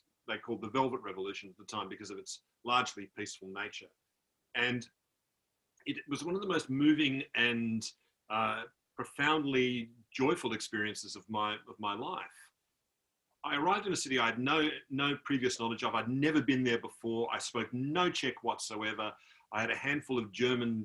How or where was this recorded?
video call